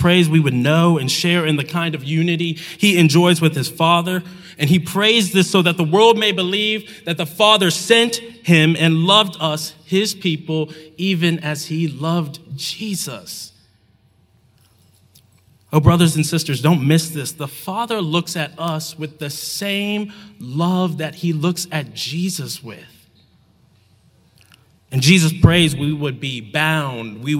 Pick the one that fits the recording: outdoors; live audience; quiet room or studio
live audience